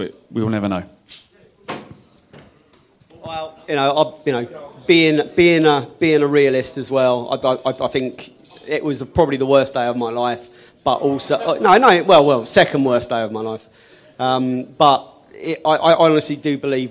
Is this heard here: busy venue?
yes